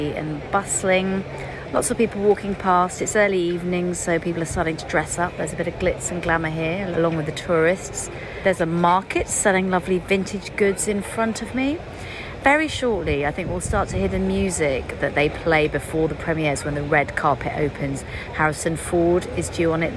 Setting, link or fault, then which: setting, busy venue